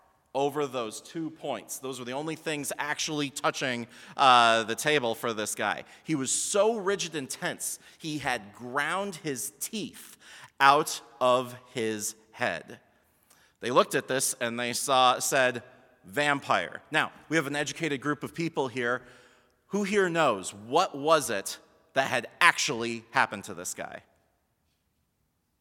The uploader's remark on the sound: Sermon from BLC Chapel - February 25, 2020